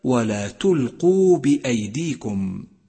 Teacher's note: احذر من بتر حرف الواو من قوله تعالى ولا تلقوا بأيديكم، فمن الخطأ أن تقول ولا تلقوا بأيديكم، والصواب كما قلت لك ولا تلقوا بأيديكم.